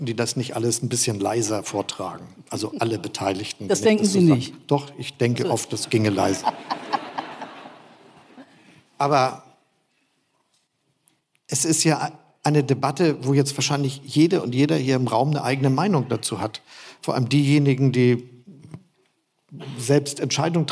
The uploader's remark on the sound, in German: Das Gespräch ist eine Aufzeichnung der Veranstaltung "Lange Nacht der ZEIT 2023". In Hamburg vor Publikum stattfand und per Livestream übertragen wurde.